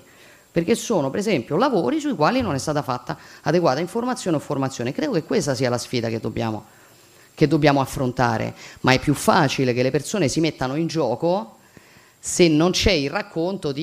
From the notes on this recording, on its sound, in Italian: Gli audio della conferenza stampa di fine anno